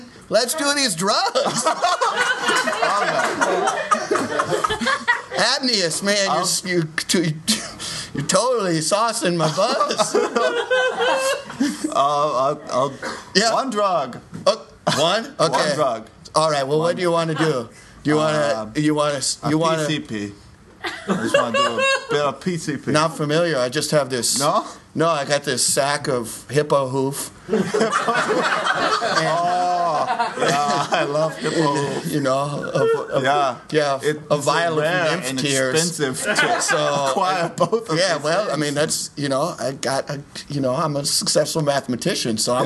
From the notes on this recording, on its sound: Live from the 8th annual Chicago-Raliegh improv festival at ComedyWorx